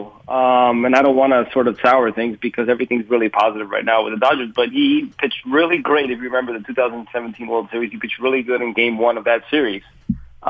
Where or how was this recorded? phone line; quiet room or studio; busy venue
phone line